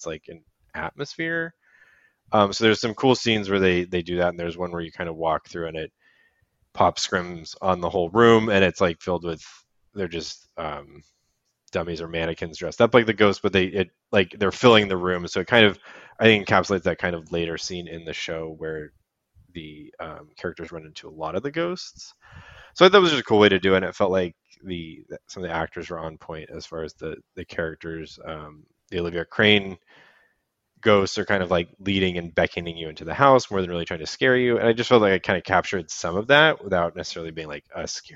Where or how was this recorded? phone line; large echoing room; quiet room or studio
quiet room or studio